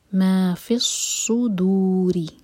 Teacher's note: لام شمسیہ ویسے بھی پروناؤنس نہیں کیا جاتا، صاد پر شدہ ہے. تو ہم فا کو صاد سے جوڑیں گے.